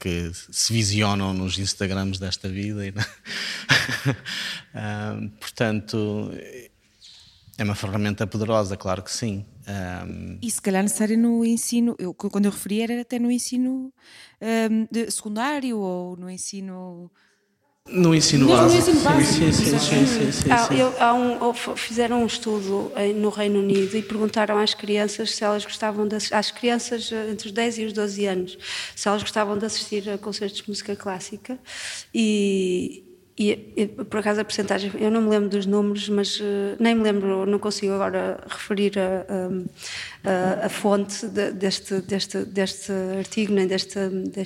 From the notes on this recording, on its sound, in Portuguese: Ao vivo. Gravado no Coliseu Porto Ageas. A dado momento, o microfone da apresentadora ficou sem pilhas.